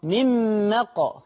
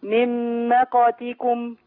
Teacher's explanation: مش مقي، ما تكسريش القاف · Shown in: second take